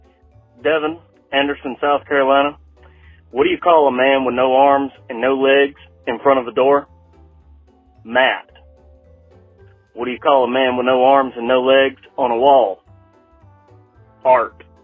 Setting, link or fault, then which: link, phone line